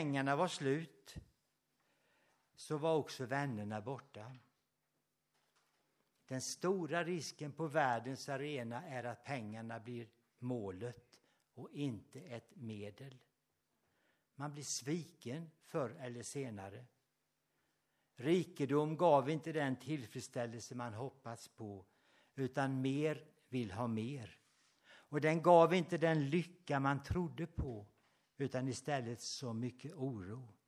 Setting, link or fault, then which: setting, large echoing room